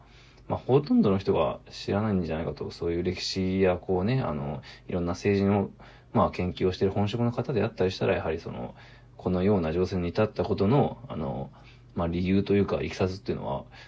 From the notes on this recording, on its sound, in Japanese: ボイスメモです。